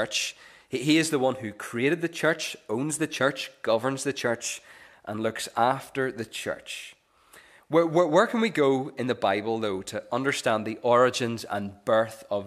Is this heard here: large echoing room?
yes